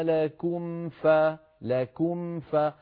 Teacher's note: أيضا ننبه في الآية نفسها على قوله تعالى فإن كان لكم فتح، لكم آخرها ميم ساكنة، فتح أولها فاء، وهما متتاليان، لابد من بيان الميم عند الفاء